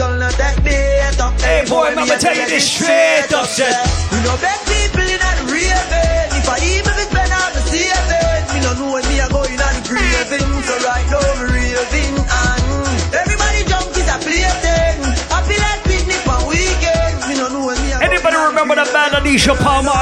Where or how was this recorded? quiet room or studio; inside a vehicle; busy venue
busy venue